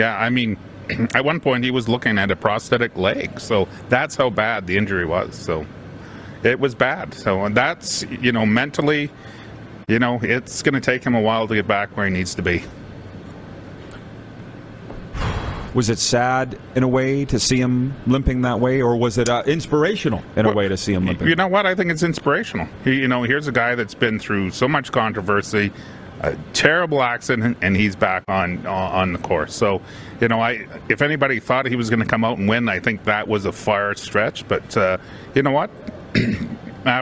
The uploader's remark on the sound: LIVE from the Grey Eagle Resort & Casino in Calgary!